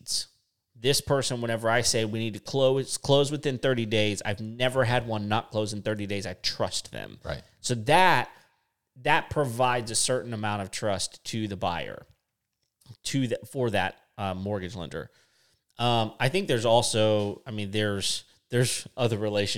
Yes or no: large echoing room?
no